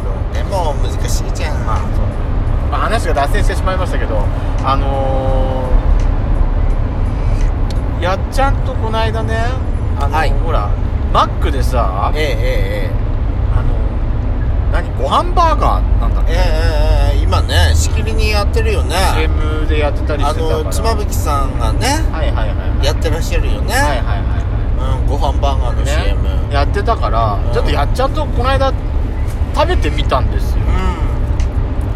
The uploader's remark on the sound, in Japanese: ドスドライブ収録。ロードノイズゴメンね。